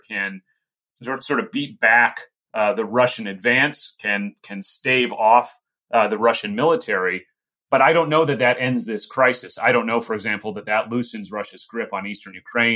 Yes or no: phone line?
no